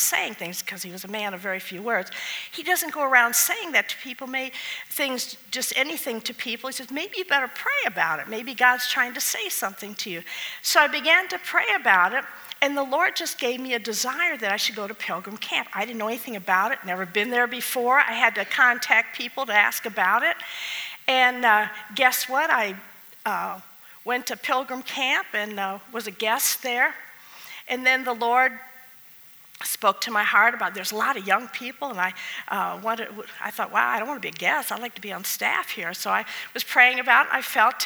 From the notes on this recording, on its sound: at the Fredericksburg Full Gospel Fellowship on March 15th, 2020.